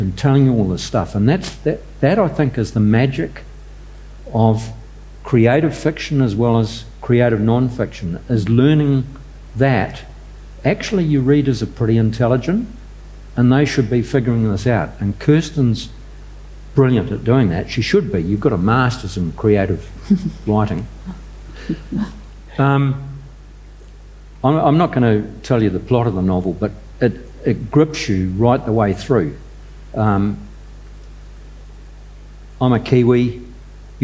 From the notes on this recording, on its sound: Recorded during the 2022 Marlborough Book Festival.